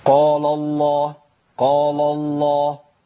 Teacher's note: أنا عندي القاف مفخمة واللام مرققة في النص